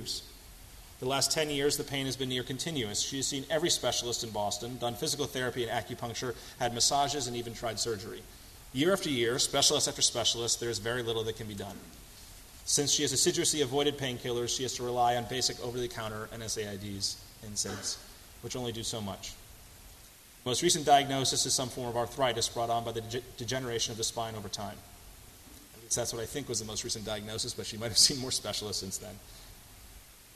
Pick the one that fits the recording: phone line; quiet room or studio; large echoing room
large echoing room